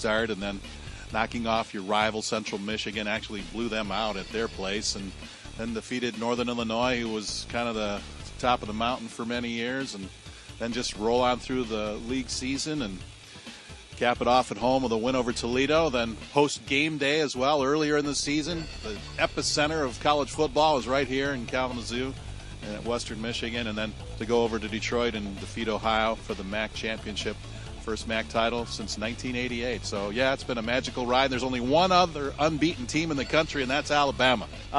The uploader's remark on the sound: at our "Cotton" Bowl fundraiser for the Pretty Lake Camp